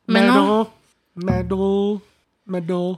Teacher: And the N is in the nose, yeah. Like French.